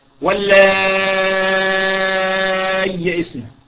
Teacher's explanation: فيه أن الهمزة تسهل على المد والقصر في أي موضع اللائي، وفيه أن الهمزة تبدل إلى ياء ساكنة مع المد المشبع قبلها